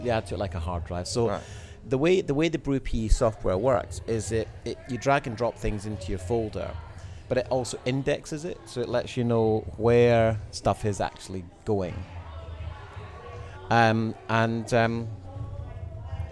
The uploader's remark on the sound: we sat by the pool in our hotel and recorded a couple of episodes